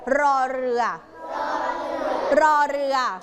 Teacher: ออกเสียงรอเรือรอเรือรอเรือขอกระดกลิ้นด้วย